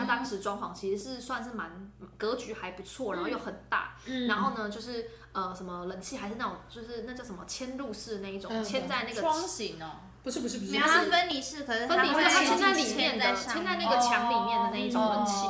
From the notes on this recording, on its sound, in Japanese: 音量、音質努力改善中